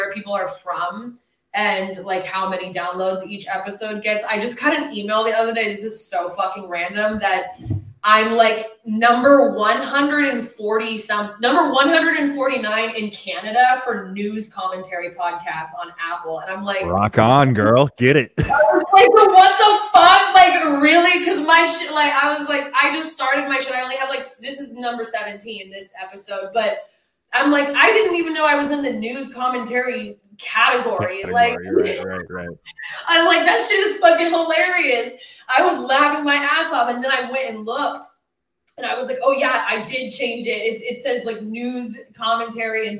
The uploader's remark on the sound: Sorry I sound like I'm in a fkng tin can on this audio, I have no idea what happened, but won't happen again!